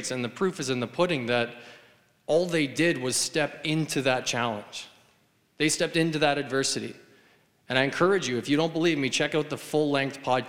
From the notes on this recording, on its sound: The audio from the first ever Heroic Minds Live Event held at the University of Waterloo on March 20th 2019. Had an interactive conversation with the audience.